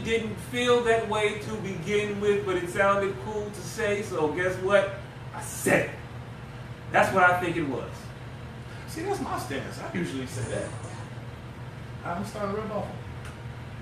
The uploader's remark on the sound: we fought through technical difficulties